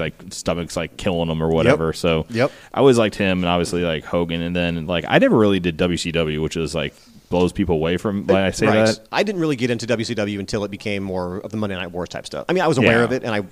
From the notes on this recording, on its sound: Live from Altered State Comics. It was great to be in store for these chats.